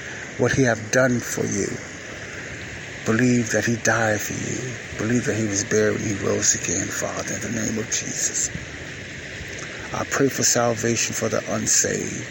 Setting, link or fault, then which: setting, outdoors